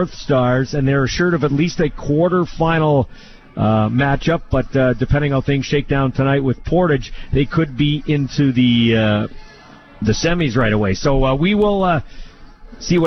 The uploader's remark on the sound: LIVE in Saskatoon for #Riders Training Camp Day 4